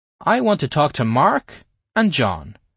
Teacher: we put different tonalities on Mark, going up, indicating that the sentence hasn't finished yet